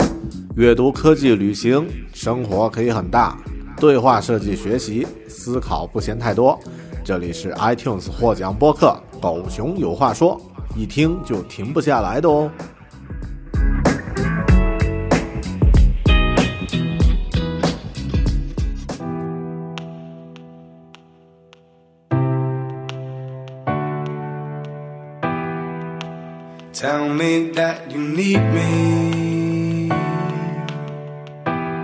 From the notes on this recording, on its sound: I left home, walked 5 kilometers and I could see the ocean. I recorded this episode on the shore, this is the first episode I made in New Zealand.